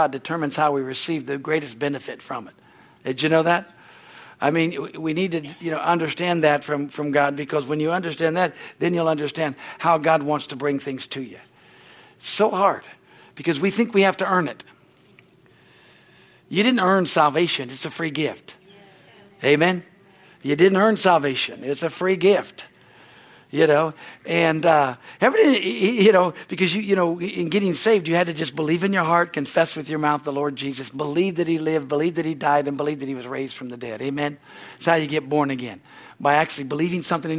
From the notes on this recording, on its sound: from the Wednesday service on April 19, 2023 at Harvest Bible Church in Stockton, CA.